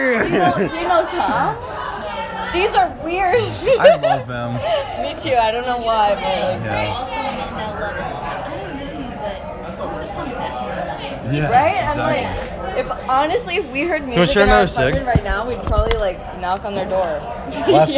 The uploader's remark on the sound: Chicago House Party. Over an hour of audio of the party of a coworker of mine.